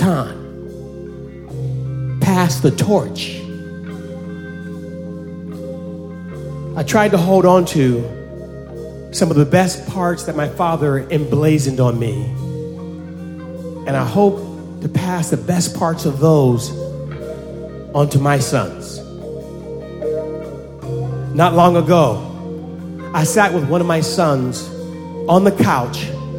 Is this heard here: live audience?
yes